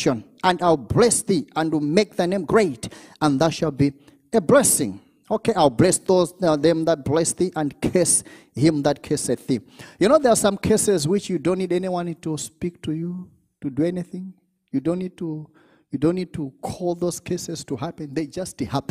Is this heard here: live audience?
yes